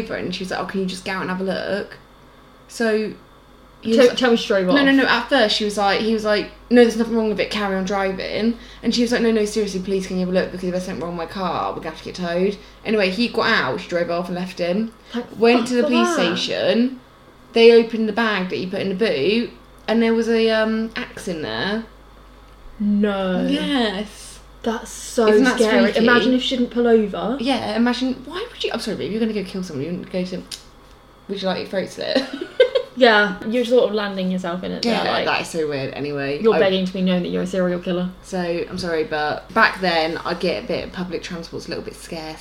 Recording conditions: sounds in the background